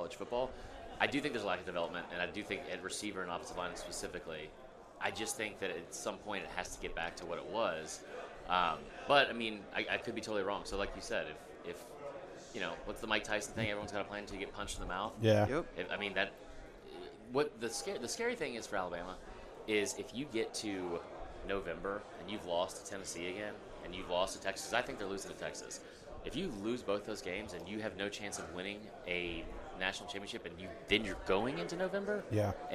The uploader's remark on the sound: Live from 2023 SEC Media Days!